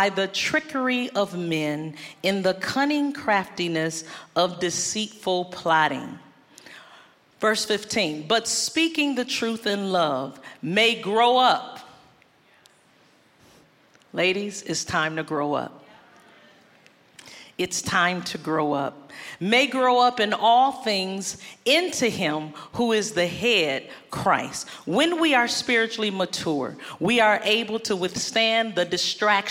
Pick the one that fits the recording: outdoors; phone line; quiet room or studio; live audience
live audience